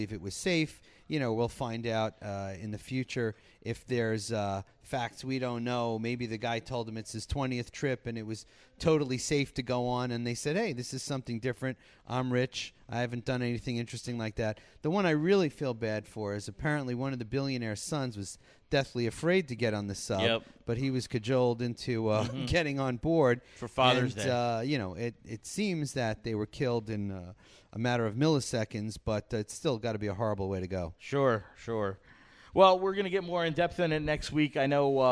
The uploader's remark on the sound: Live on location from the Sagamore Hotel at Lake George in Bolton Landing, NY.